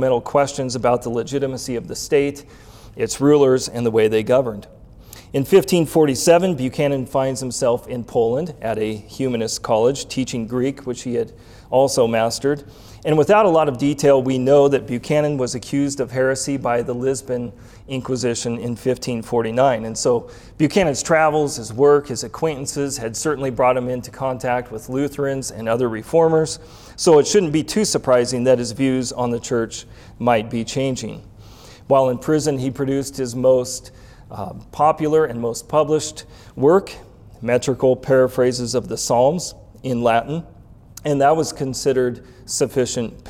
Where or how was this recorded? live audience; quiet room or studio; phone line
live audience